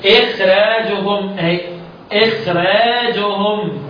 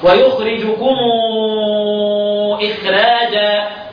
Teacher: الخاء يعتبر حرف من حروف التفخيم بس حرف ضعيف اضعف حروف التفخيم